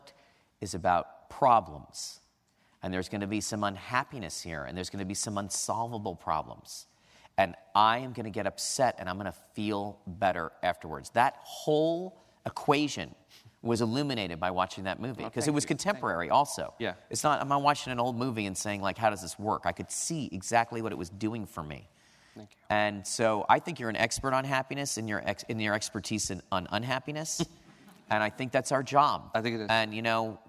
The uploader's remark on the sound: Recorded on April 28, 2015 at New York's 92nd Street Y. Recorded on April 28, 2015 at New York's 92nd Street Y.